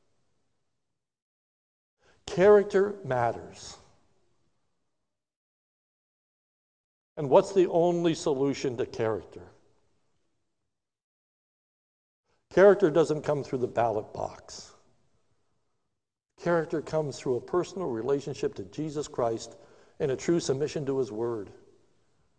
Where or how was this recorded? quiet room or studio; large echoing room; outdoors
large echoing room